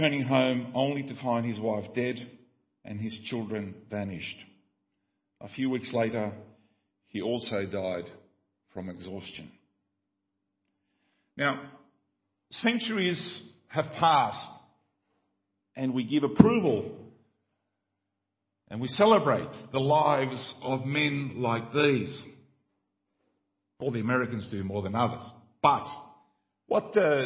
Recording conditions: large echoing room